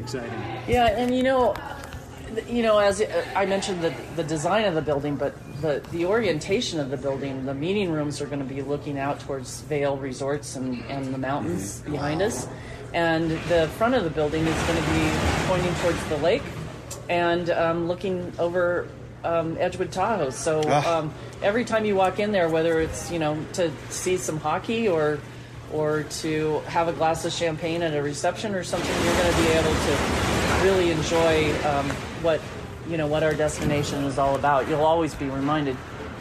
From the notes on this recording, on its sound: broadcast live from Edgewood Tahoe for the American Century Celebrity Golf tournament.